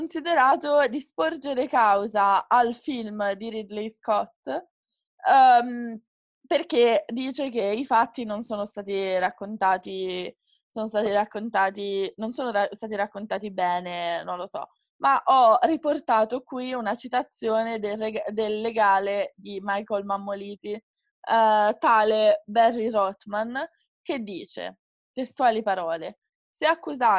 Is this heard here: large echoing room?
no